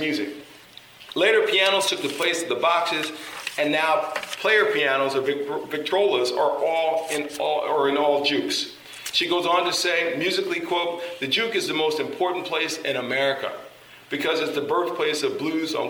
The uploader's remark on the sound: Recording of a lecture. Did at Harvard University.